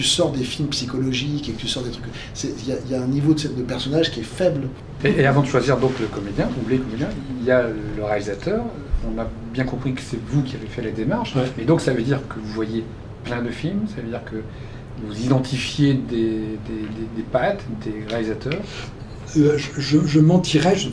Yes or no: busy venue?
yes